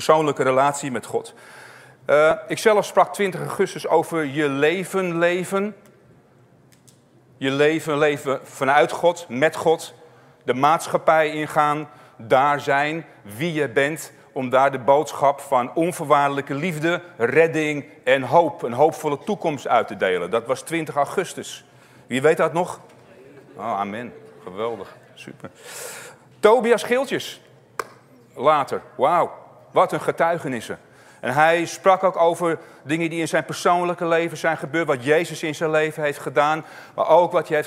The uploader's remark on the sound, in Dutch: opgenomen op 17 september in Shelter Haarlem